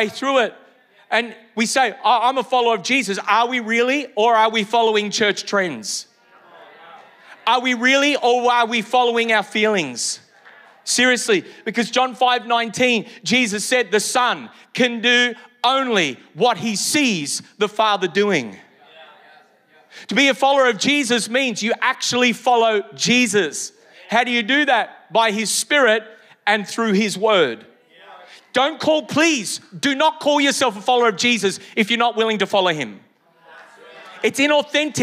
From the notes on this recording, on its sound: Originally Recorded at Neuma Church Melbourne City